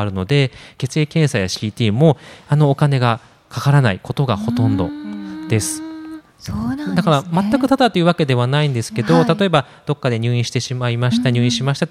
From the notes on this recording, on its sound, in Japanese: がんと生きる 公開収録。千葉県柏市にある三井ガーデンホテル柏の葉パークサイドにて行われた公開収録の模様をお届けします。